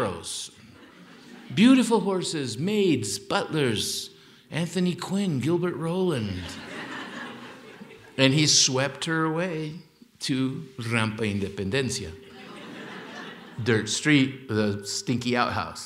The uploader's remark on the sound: Held on stage in Aspen, Colorado as part of an Aspen Words lecture series. Held on stage in Aspen, Colorado as part of an Aspen Words lecture series.